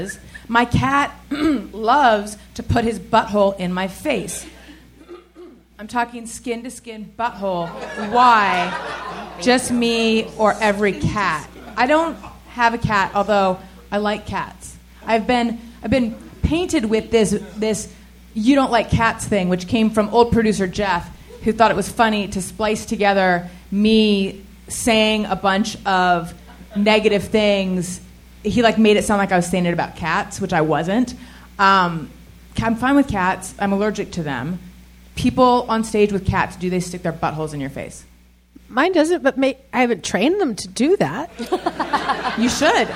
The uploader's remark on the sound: Live from Sketchfest! Recorded live at the Gateway Theatre in San Francisco on January 26, 2020.